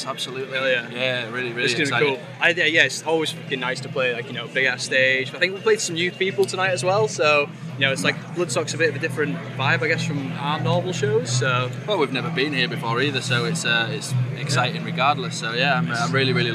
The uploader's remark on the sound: Live from Bloodstock 2023